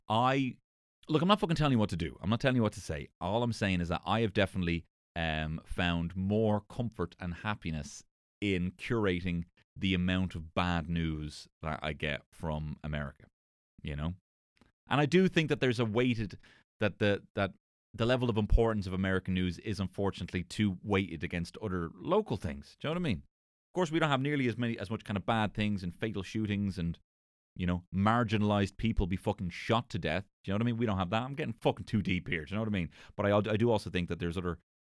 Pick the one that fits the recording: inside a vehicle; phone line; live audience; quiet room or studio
quiet room or studio